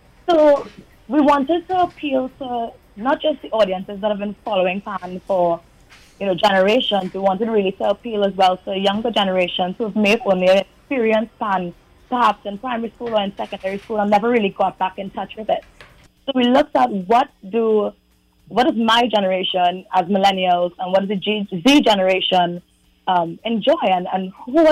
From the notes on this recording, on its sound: During this hour we take calls from our audience